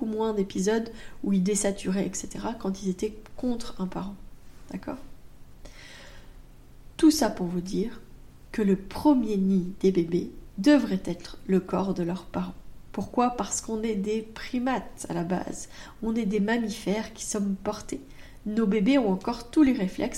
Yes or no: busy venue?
no